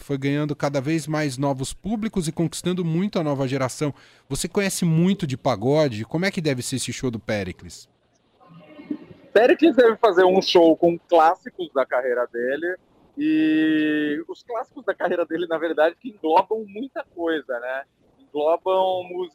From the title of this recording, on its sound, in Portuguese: Momento Coala diretamente do Memorial da América Latina